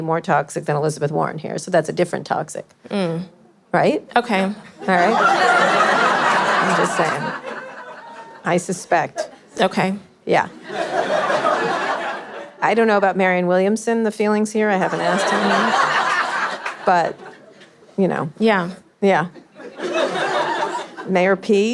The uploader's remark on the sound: live interview recorded on July 29, 2019 at Manny's in San Francisco